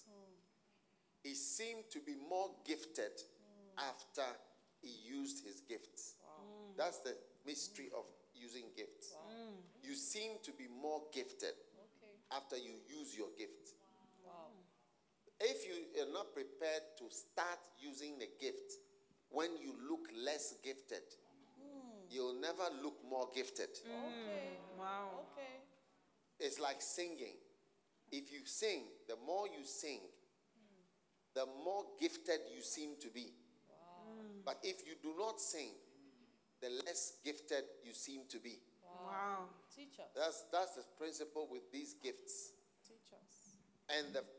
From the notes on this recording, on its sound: Preached at the Use It or Lose It Camp, USA.